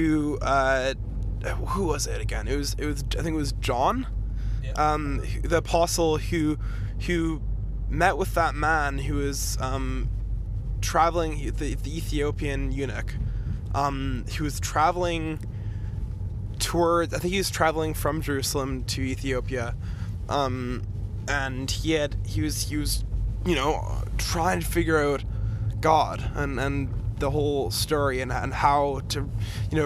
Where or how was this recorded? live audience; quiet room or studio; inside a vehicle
inside a vehicle